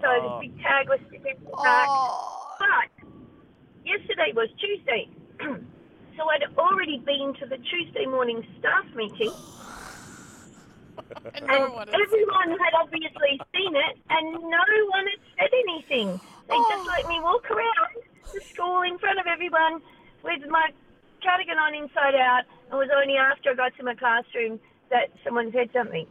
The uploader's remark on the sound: Listeners called in to let her know about their wardrobe malfunctions.